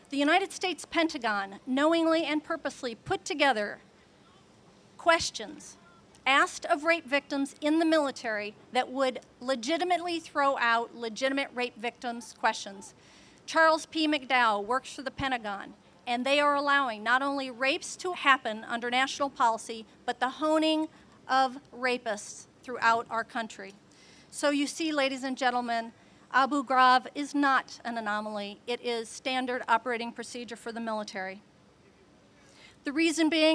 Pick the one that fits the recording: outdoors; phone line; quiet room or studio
outdoors